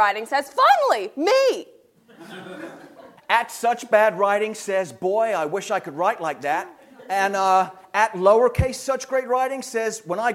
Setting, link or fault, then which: setting, live audience